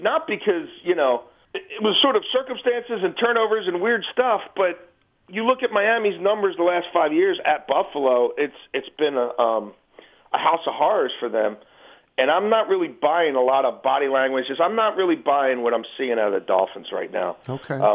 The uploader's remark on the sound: call in with their weekend picks